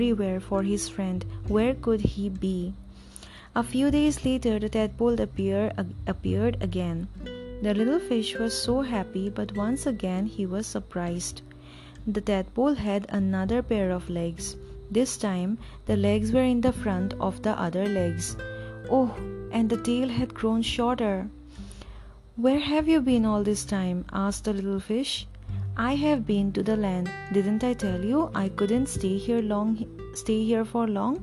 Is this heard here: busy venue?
no